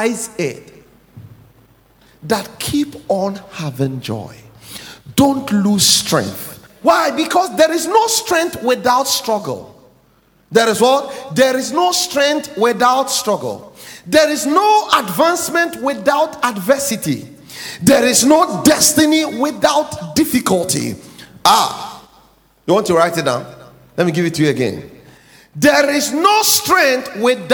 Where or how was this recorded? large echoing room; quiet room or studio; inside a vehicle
large echoing room